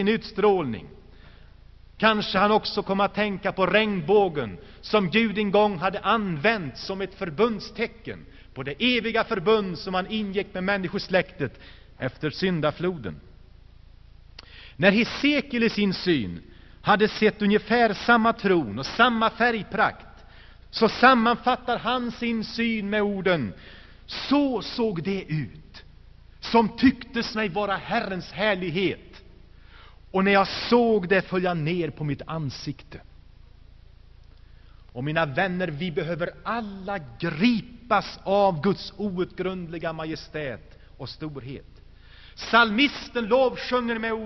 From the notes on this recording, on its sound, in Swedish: Inspelad i Saronkyrkan, G&#246;teborg 1985-01-27.